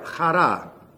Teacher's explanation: It's not as strong as the Hebrew guttural. It's not way deep down like German or Hebrew. It's real light. Chara. It's there.